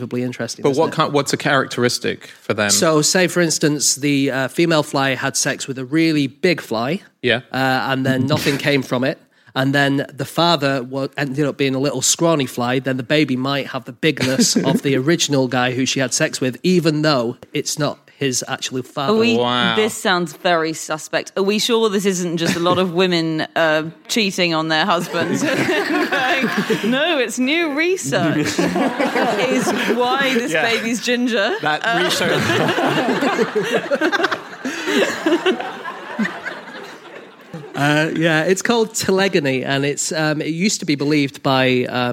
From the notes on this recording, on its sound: Live from the Salford Lowry theatre